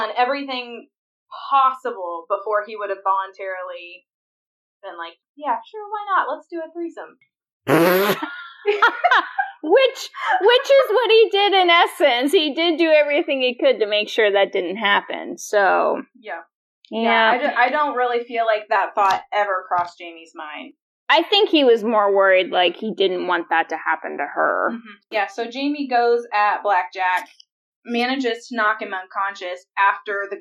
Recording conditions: poor sound quality